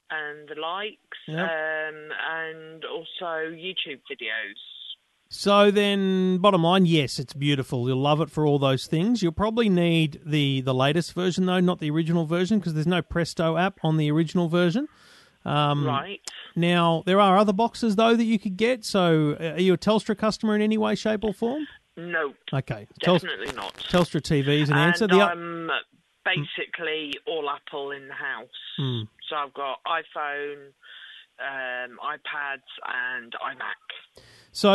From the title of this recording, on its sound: your tech calls this week